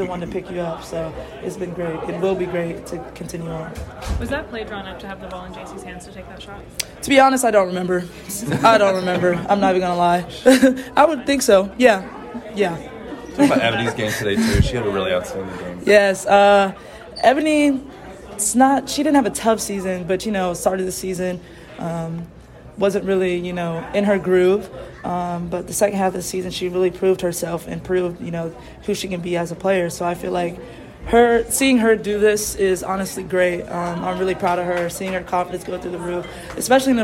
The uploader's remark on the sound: Uncut audio primarily from Ohio State press conferences, but also from individual interview sessions. It's a joint press conference.